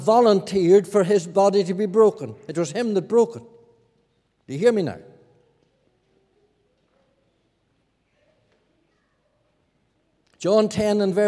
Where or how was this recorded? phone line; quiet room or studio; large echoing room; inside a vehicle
large echoing room